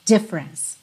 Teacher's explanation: A sílaba tônica é a primeira. E tanto o E do meio quanto o E final não são pronunciados. Então, você vai pensar nela como tendo dois ataques de som.